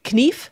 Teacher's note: notice that I'm saying the K sound at the beginning, because that was actually pronounced in Old English